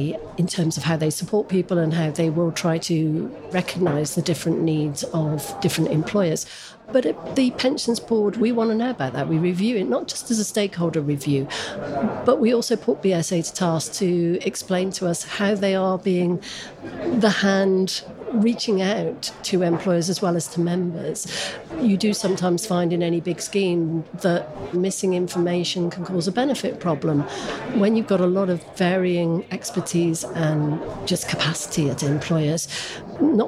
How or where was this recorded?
busy venue